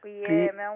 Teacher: القاف مكسورة، قلنا ان هي اما تكون مكسورة تاخد ادنى درجات تفخيم